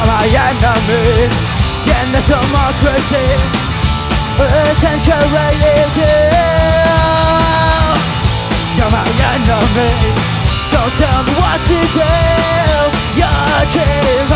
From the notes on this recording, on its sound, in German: Der Podcast zur miteu.ch - live session. Ans Publikum, ob Live im Studio oder als Streamingzuschauer!